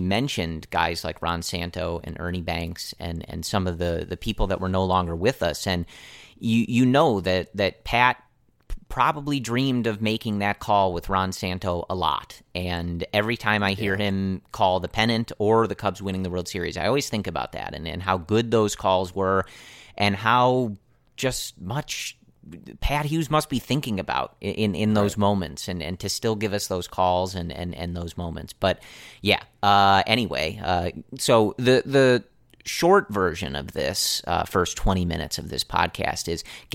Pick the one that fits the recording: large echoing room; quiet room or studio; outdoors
quiet room or studio